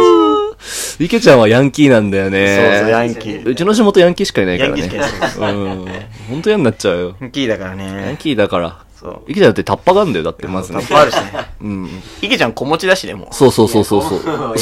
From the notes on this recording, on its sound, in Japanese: まずは音割れを反省すべし。Radiotalk。